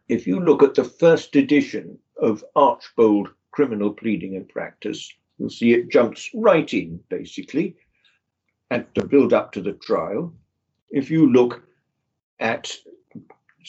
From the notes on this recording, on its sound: The interview was recorded online